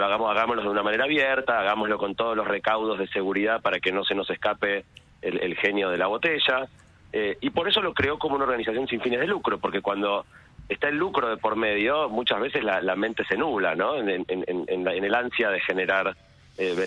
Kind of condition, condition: link, phone line